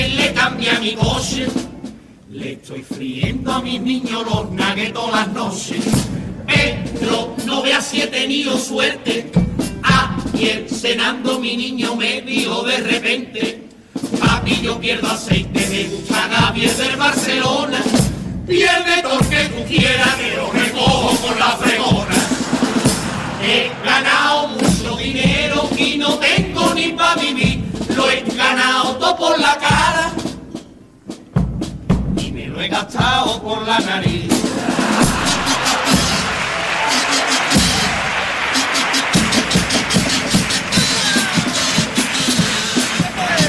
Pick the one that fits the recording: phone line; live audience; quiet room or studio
live audience